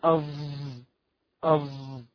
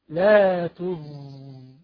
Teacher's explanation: الظاء فيها صفة الرخاوة اللي هي جريان الصوت، يعني مثلا تقول أظ تحس ان صوت حرف الظاء بيجري، الجريان ده اسمه رخاوة، صفة الرخاوة اللي هي جريان الصوت.